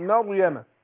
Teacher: يبقى رقق الميم وفخم الراء، مريم. وكلمته ألقاها إلى مريم إلى مريم.